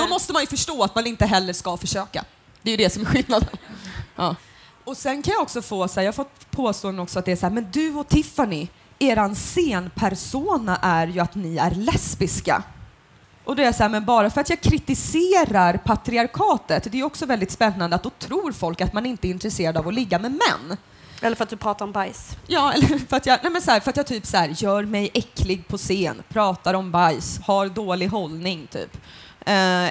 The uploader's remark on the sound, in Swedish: Avsnittet spelades in på Göteborgs filmfestival den 1 februari 2016.